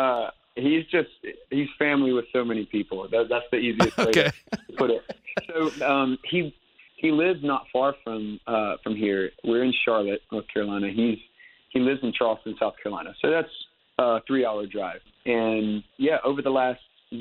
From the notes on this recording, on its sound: On his Batphone!